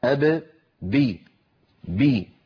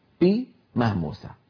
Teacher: والفرق بارك الله فيكم بين بي وبي أن بي مجهورة أب بي بي، وبي مهموسة بي مهموسة. فالباء الفصيحة العربية الصحيحة مجهورة شديدة · Shown in: first take · لا بد من بيان انحباس كلا الأمرين الصوت والنفس عند نطقها.